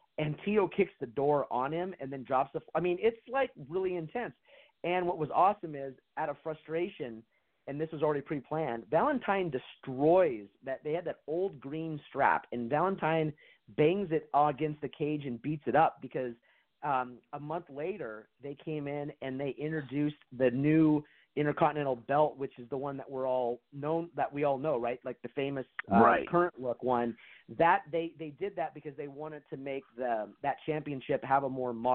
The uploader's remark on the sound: we take your calls LIVE on the air!